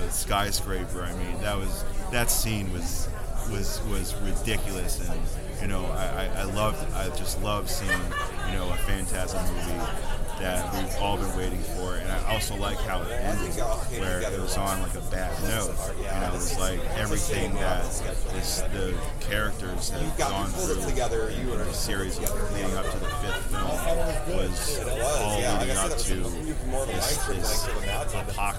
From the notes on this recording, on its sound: live from Pittsburgh's Horror Realm Con